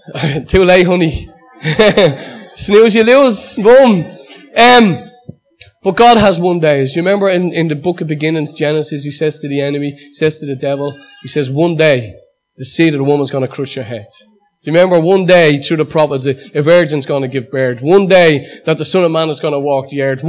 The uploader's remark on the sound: Recorded live at Liberty Church on 10th Feb 2019